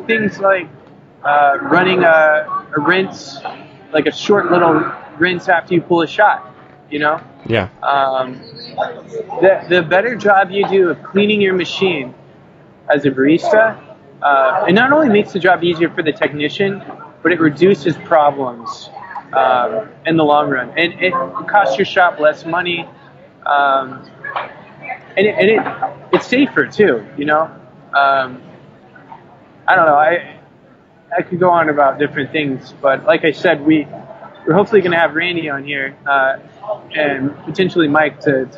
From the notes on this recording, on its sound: Pardon the audio quality on this one. Who is sitting in a rustling café in the middle of Seattle WA.